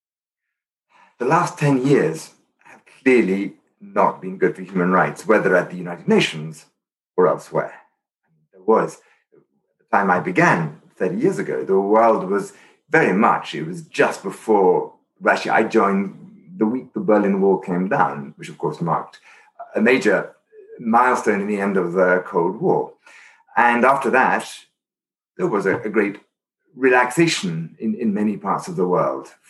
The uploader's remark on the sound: Interview recorded via Zoom.